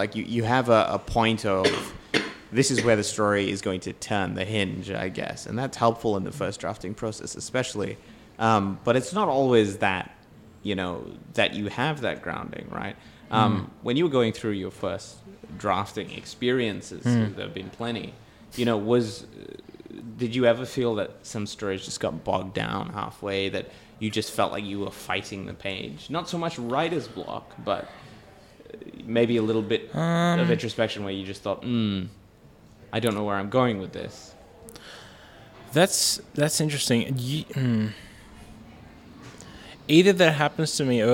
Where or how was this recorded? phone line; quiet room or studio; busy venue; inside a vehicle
busy venue